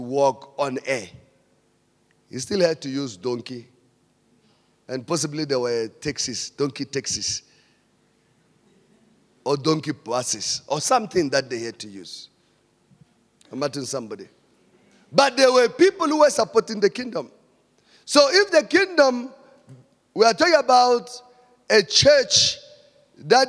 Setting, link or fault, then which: setting, large echoing room